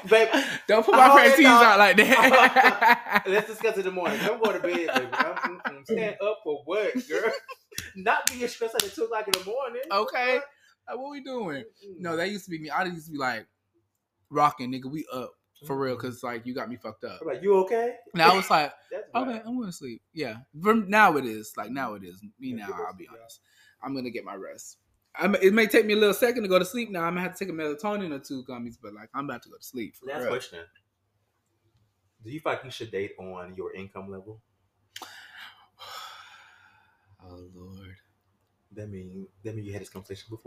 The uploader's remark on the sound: Sounds varied due to this week's set-up